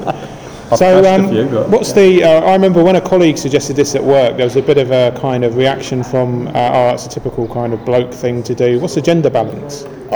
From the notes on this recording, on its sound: Recorded before Auckland’s second lock down. We had a chat and did some axe throwing.